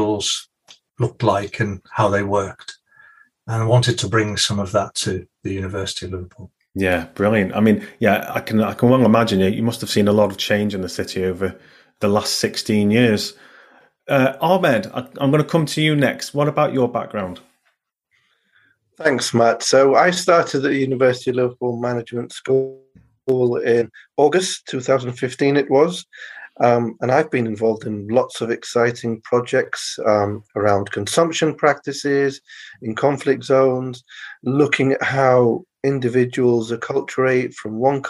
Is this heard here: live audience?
no